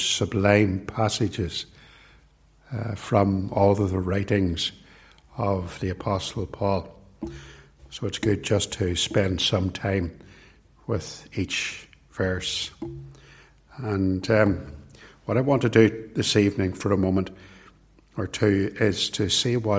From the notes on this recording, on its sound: It was recorded at Templepatrick